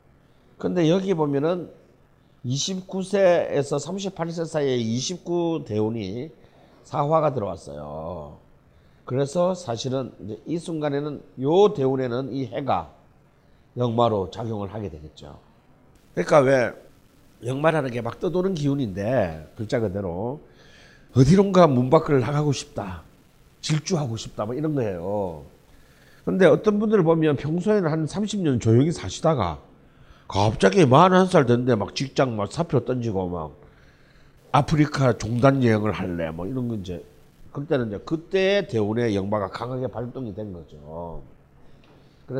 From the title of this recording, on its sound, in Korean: 우리는 여전히 뻘쭘한 공개방송 중입니다